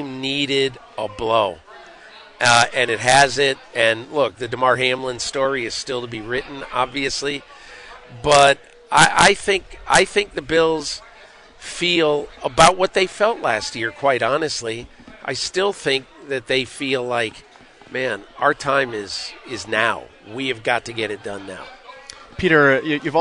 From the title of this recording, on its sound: live from Bills training camp